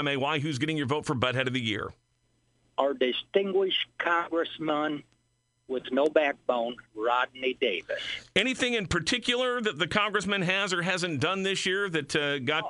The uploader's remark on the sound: listeners call